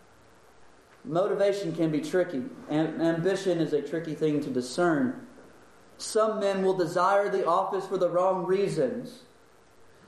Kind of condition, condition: setting, large echoing room